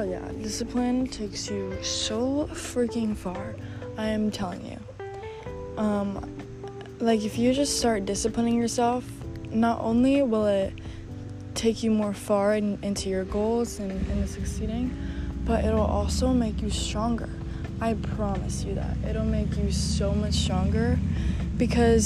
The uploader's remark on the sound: I apologize for the background noise such as wind, people, nature…my mic was not in sight